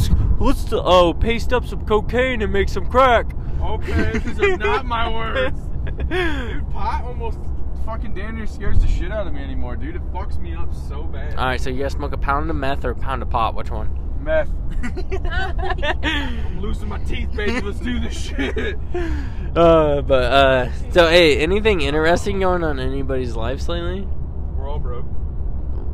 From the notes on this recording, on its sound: While she tattoos. Records at home how it went also a quick 8mins in the car.